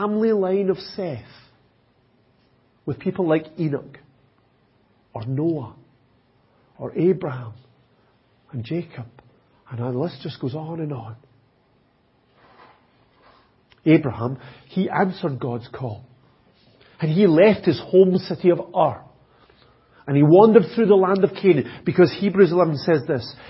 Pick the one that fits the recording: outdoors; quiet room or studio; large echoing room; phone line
large echoing room